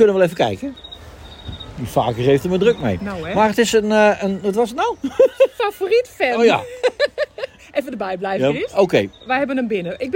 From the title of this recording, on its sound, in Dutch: Live Vanuit De Efteling